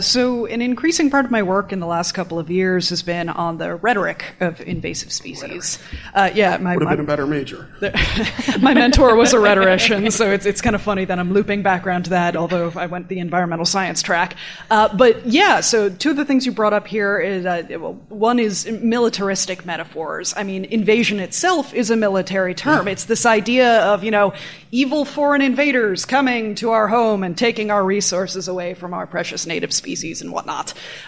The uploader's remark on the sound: We're live from the Great Lakes Sea Grant Network Meeting in Evanston, Illinois.